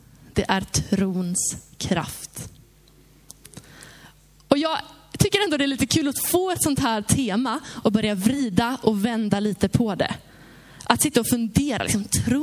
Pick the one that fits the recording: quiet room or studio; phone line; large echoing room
large echoing room